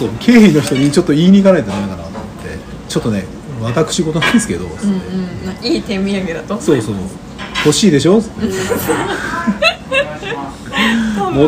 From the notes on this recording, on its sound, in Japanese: 約束の地「居酒屋」での収録です